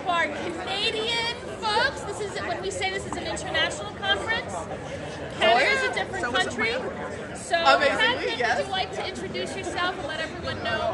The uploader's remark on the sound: Chat with other attendees about this year&#8217;s General Assembly of Unitarian Universalists. Live from Spokane. Chat with other attendees about this year’s General Assembly of Unitarian Universalists.